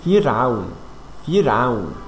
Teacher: الراء ساكنة قبليها حرف مكسور، هنا الراء هنعمل فيها إيه؟ هنرقق الراء